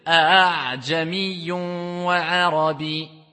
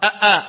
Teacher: On monte, mais sans faire la hamza. C'est-à-dire, sans bloquer. Comme on le fait avec la hamza. · Shown in: first take · Term: al-hamzatul musahala